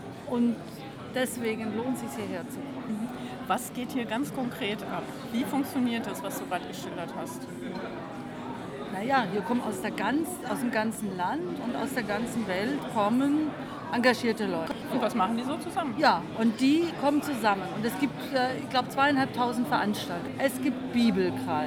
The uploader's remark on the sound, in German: Auf dem Evangelischen Kirchentag 2015. Evangelischer Kirchentag Stuttgart 2015.